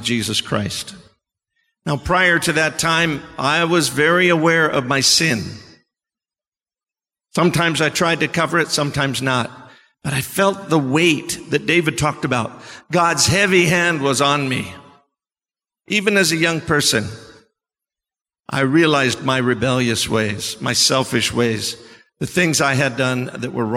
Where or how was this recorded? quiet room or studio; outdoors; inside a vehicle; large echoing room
large echoing room